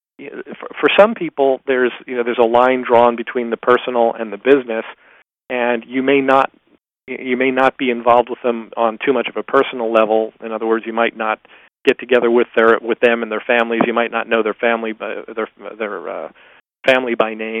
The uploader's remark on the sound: In this excerpt from a live Top Secrets teleconference